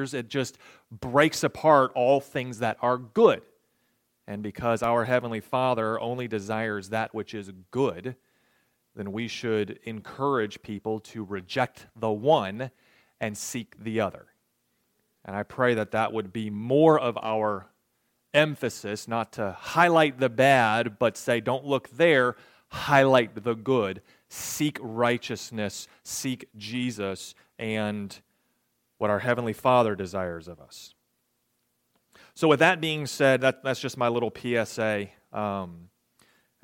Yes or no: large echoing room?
yes